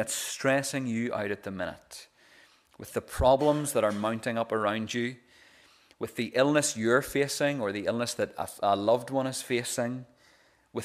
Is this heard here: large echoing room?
yes